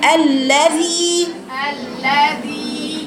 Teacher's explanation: الزال مكسورة كسر صحيح، والمد الطبيعي من الجوف